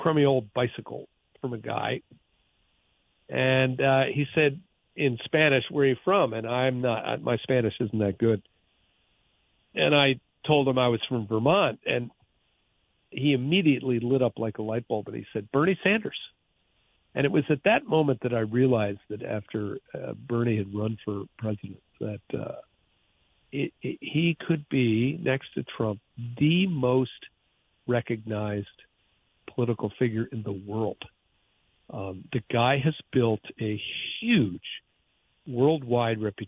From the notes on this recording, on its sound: Listener Phone Calls. Then, he takes calls from the listeners to close out the week.